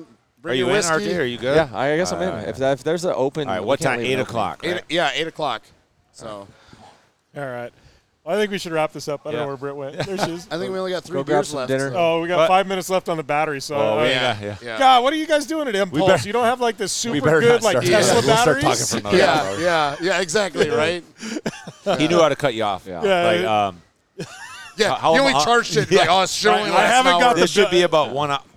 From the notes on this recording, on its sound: Live at Fall Crandon races.